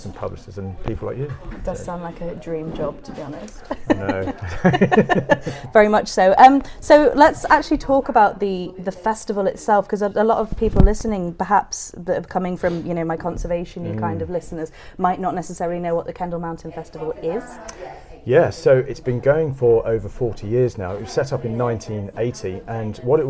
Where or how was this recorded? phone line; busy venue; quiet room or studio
busy venue